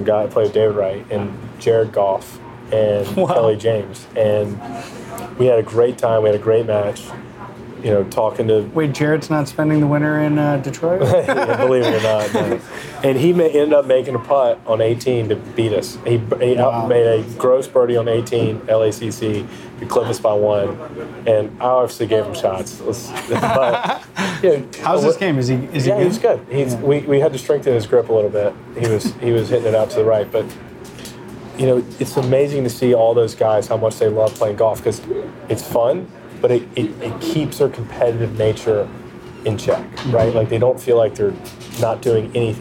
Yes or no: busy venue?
yes